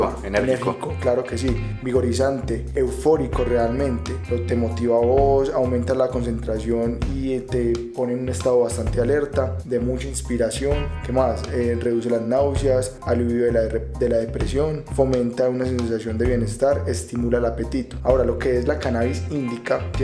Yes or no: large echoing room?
no